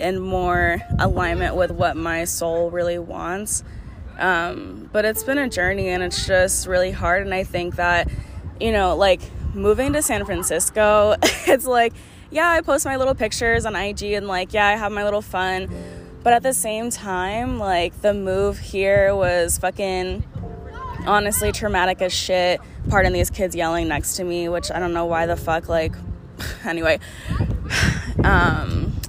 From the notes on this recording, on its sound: Sorry about the wind blowing.